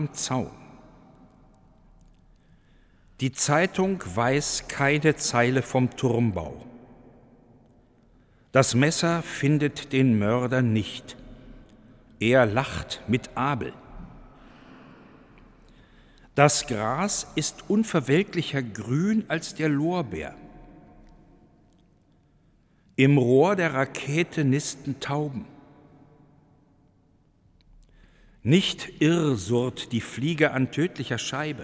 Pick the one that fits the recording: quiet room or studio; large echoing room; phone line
large echoing room